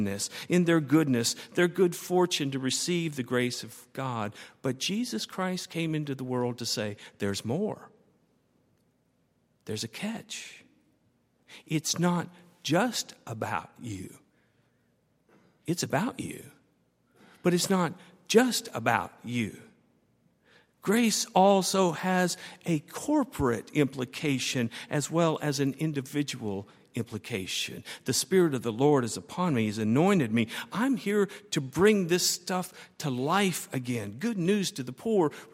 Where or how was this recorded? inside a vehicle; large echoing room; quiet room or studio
large echoing room